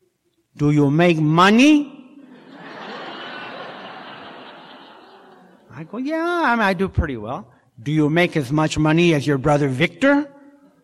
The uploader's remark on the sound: telling his story in March of 2018 at the Live at Pine Lake Speaker Meeting held every Saturday Night in Seattle